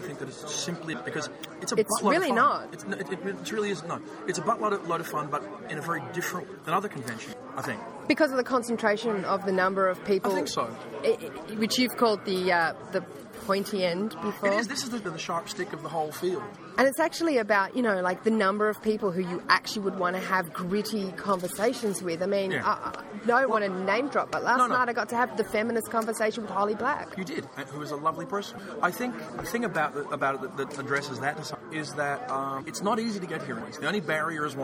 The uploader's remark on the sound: Live from the Locus/Twelfth Planet Press in the World Fantasy Convention 2010 dealer's room. The sound quality may be affected by the venue, along with random background announcements.